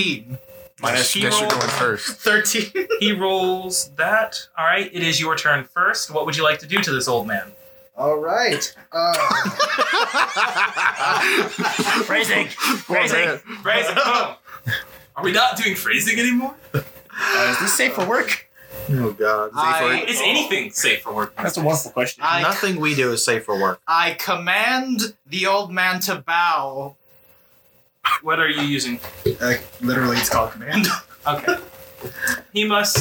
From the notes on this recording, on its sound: Sorry for the bad quality of the sound, we are still working out how to make everything sound good and make sure everyone is clear.